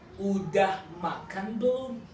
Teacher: Usually, the intonation is rising intonation at the end, yeah?